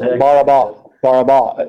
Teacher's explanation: The emphasis always at the end.